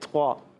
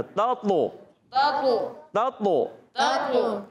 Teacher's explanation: ملائیں گے، تا اور تو دونوں کا مخرج ایک ہی ہے، تا باریک ہو جائے گا، تو موٹا ہو جائے گا · Shown in: second take